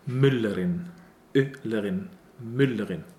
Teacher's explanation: there is a small kind of a break before the sound of the double consonant, which makes the sound, which emphasizes the sound of the double consonant. A stop sound, usually.